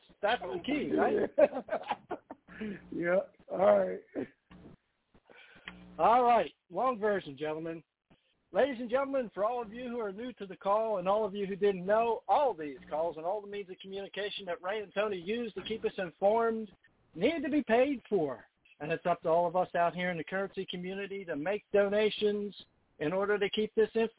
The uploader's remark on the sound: TNTSuperfantastic Conference Call